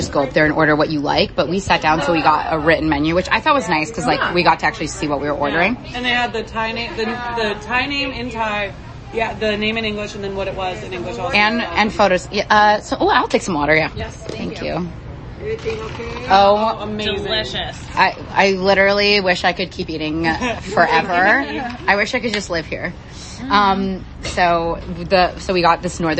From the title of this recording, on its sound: Dispatching live from Northern Thai Food Club